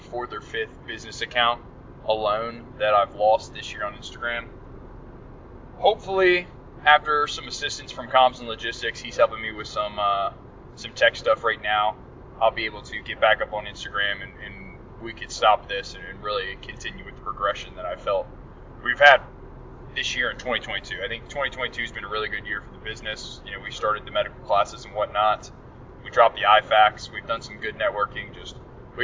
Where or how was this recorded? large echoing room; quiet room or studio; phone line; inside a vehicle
inside a vehicle